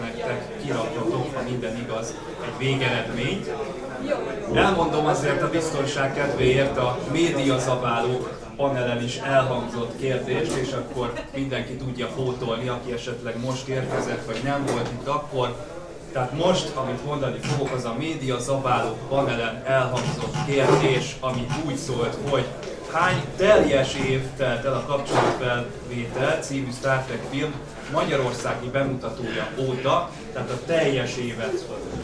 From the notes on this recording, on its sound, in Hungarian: A Kapcsolatfelvétel napján tartott Ürszekerek közösségtalálkozón